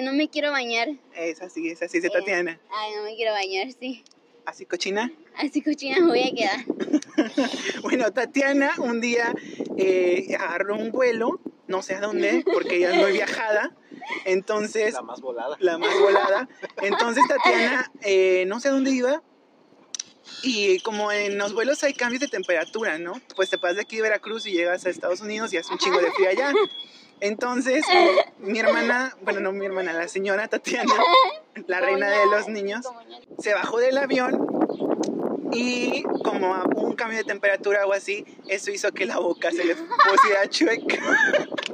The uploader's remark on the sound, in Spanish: Nos disculpen por la mala calidad del audio.